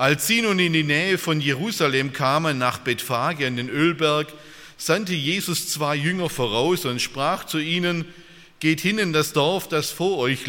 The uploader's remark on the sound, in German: aus dem Gottesdienst der Liebenzeller Mission